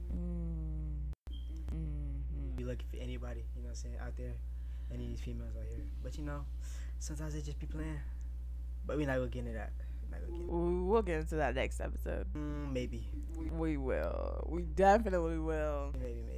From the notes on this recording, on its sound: This is our first ever podcast so if the quality doesn't sound too great we're working on it so be patient.